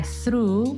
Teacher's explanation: E in particolare through ha un TH sordo, proprio perché noi dobbiamo mettere, per pronunciarlo bene, la punta della lingua tra i denti superiori.